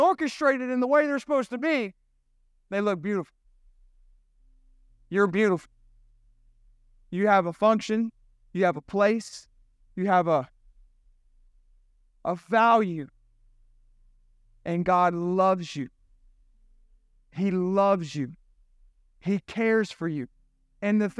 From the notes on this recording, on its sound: This sermon was recorded at Family Worship Center in Columbia, SC on Sunday, September 17, 2023.